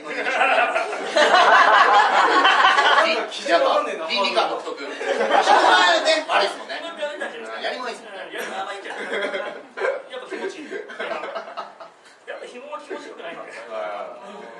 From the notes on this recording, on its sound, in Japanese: 秋葉原ZERO-Gで行われた。YouTube公開収録ライブ「辞める勇気としがみつく美学」。